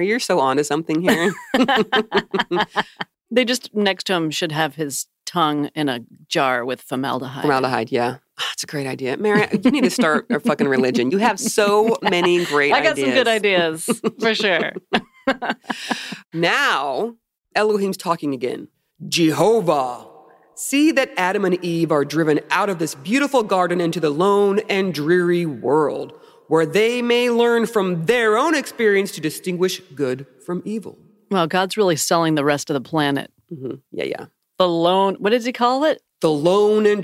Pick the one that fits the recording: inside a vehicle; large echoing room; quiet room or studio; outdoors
quiet room or studio